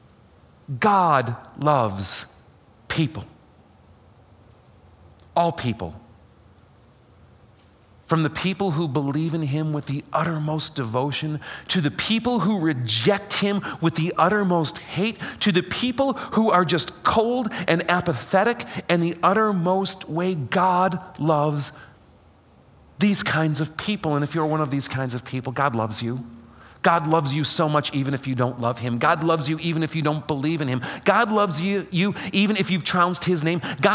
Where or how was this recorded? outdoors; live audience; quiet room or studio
live audience